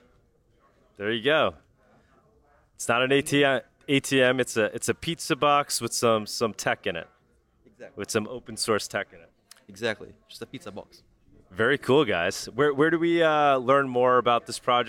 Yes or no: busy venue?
yes